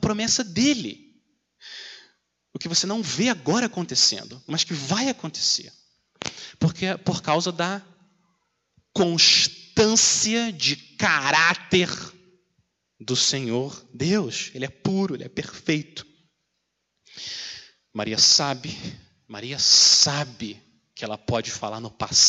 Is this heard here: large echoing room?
yes